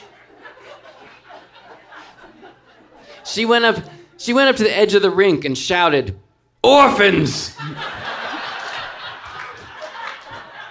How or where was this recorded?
live audience